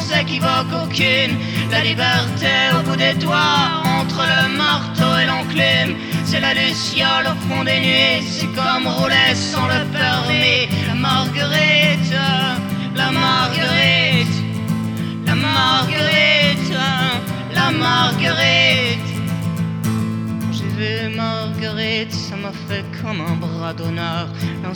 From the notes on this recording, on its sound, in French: Ce soir, Topette se déplace jusqu'au Quai pour une émission spéciale en direct du lieu de culture angevin qui borde la Maine.